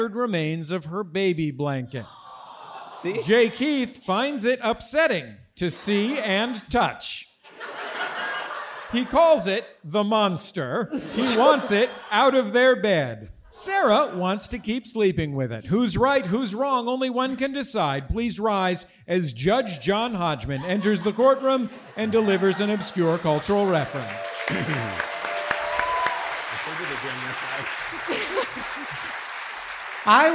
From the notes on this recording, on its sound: This week’s episode was recorded live in front of an audience at the Masonic Lodge at Hollywood Forever Cemetery in Los Angeles!